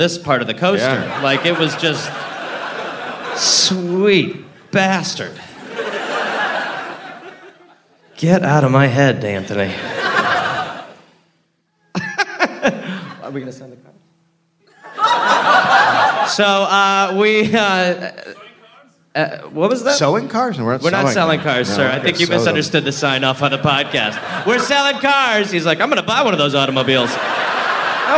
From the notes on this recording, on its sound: Live from Melbourne, Australia